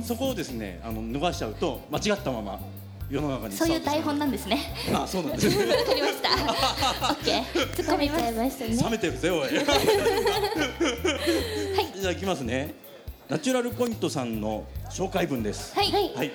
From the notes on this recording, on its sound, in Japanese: 川崎モアーズにて公開収録！